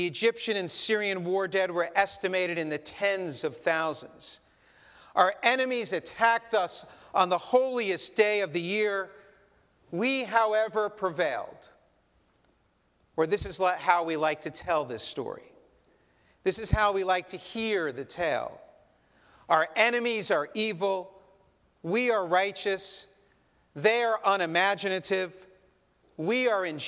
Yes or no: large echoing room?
yes